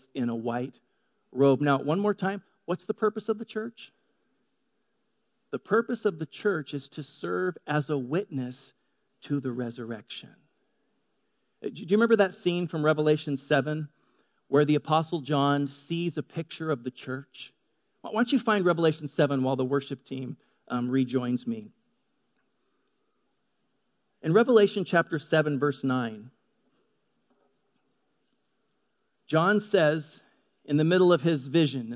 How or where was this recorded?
large echoing room